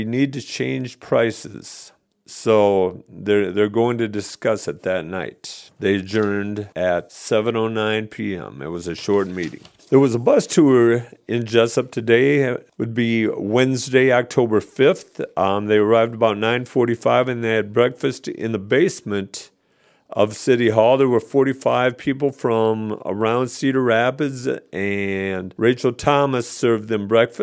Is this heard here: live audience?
no